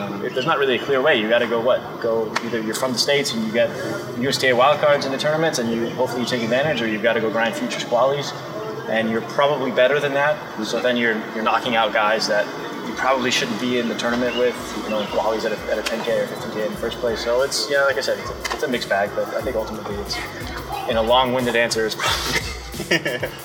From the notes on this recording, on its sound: Live from the Cranbrook Tennis Classic after his Round-of-16 win.